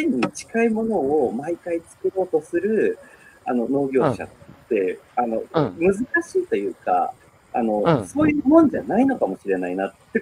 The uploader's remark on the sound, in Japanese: 歩きながら1時間、対談する